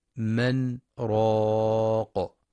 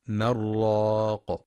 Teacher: للقراءة بسكتة لطيفة بدون تنفس في من راق، فلا يقرأ بالإدغام · Shown in: first take